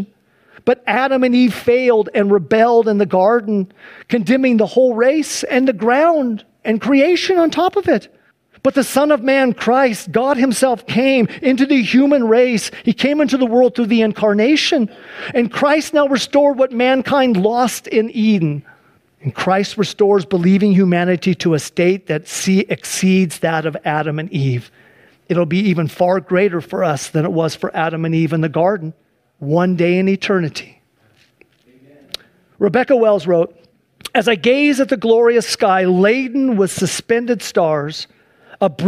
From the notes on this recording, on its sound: Sunday church service livestream.